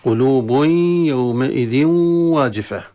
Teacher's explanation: صفة الغنة انتقلت إلى الحرف الثاني المدغم فيه. انتقلت صفة من الحرف الأول وهي الغنة، انتقلت إلى الحرف الثاني، فأصبح الإدغام ليس خالصا. · Term: إدغام بغنة